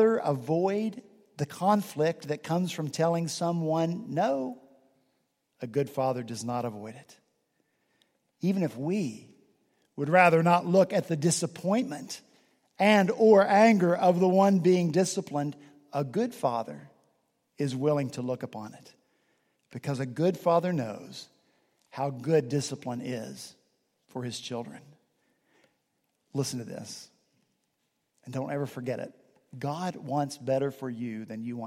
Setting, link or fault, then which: setting, large echoing room